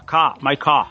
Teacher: Boston, toda a região New England, eles também não falam o R, né? O A é um pouco mais aberto, então assim, tipo, ele fala car, my car, né?